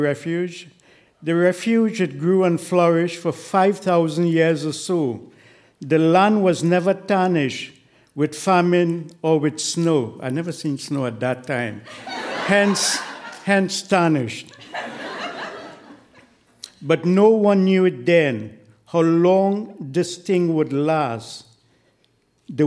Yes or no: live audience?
yes